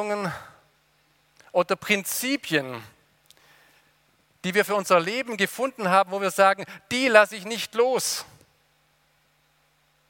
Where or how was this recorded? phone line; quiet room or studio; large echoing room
large echoing room